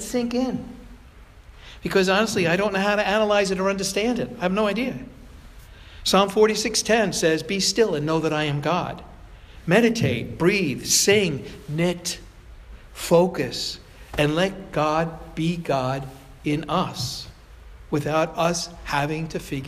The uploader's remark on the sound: Provocation delivered at Sayville Congregational United Church of Christ on July 2, 2017.